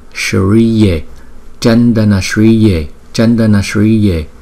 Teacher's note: Chữ S có dấu sắc chúng ta cũng cong lưỡi lại và lấy cái hơi từ trên vòm miệng chúng ta đưa ra.